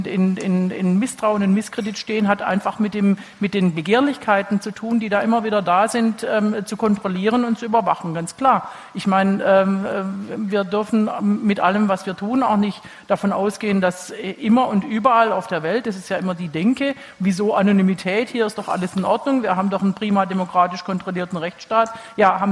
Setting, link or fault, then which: setting, live audience